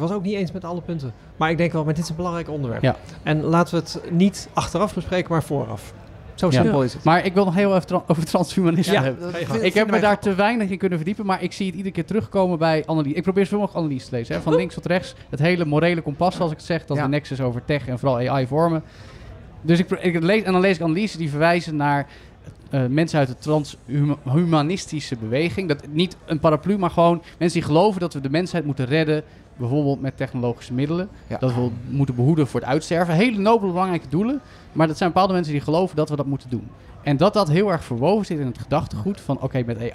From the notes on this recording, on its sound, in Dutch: Live vanaf TNW. Live vanaf TNW.